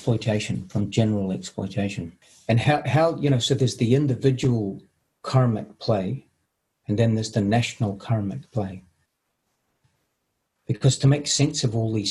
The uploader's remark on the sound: Latest Zoom meeting.